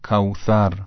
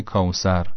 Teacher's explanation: مثلا کوثر به جای کوسر، نوک زبان یه مقدار که از بین دندونها بیاد بیرون تلفظ درسته · Shown in: first take · Term: سه استنقطه